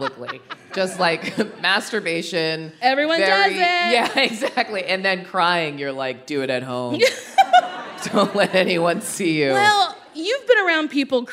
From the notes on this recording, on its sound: The pair sat down in front of a live audience in Los Angeles earlier this year.